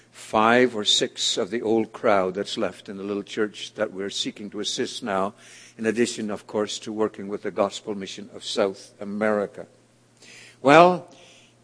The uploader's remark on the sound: This audio sermon entitled, A Chosen Vessel, was delivered at The People’s Church of Somerville, NB.